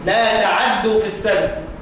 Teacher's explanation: ورش يقرأ بفتحة العين فتحة كاملة